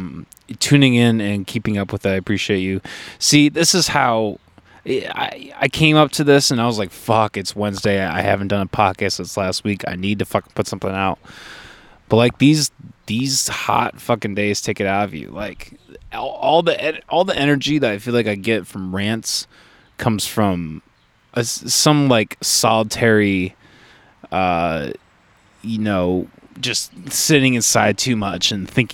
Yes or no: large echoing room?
no